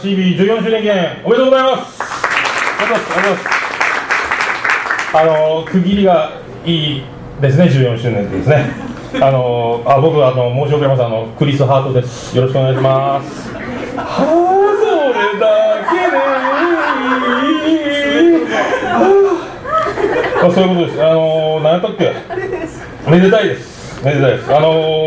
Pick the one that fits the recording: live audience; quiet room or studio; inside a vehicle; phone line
live audience